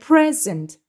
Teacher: hediye anlamındaki present kelimesinde vurgu ilk hecededir. Yani present şeklinde telaffuz edilir.